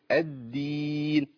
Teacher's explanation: عملنا همس في الدال والدال ما فيهاش همس. مش احنا اتفقنا ان الدال مش من حروف الهمس